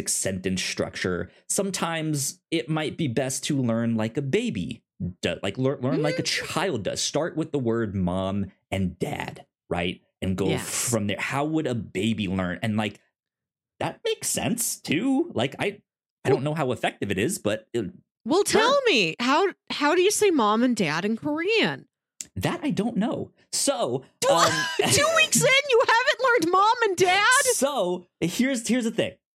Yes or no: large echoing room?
no